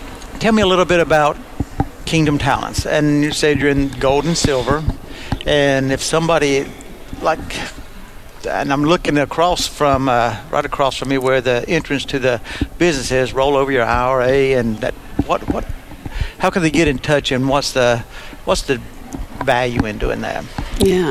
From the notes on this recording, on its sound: Today's episode was recorded live from the Man Up Conference. In Fort Mill South Carolina.